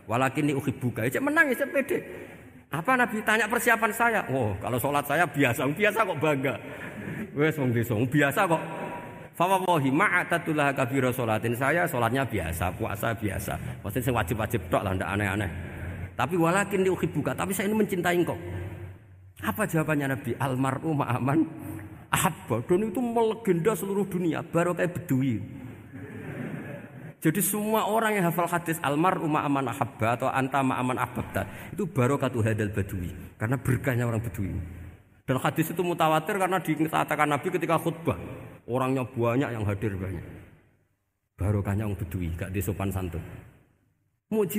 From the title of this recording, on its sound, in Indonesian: Darusan Umum Pengajian Pitulasan Masjid Al-Aqsa Menara Kudus, 18 Mei 2020